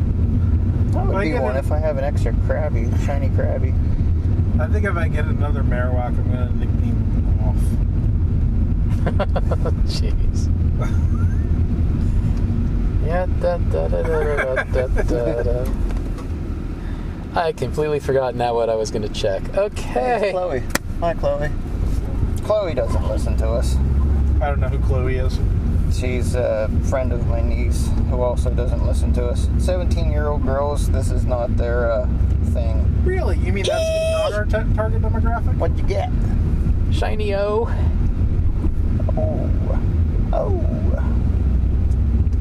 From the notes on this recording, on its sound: This week we record live (from my car) during go fest 2020.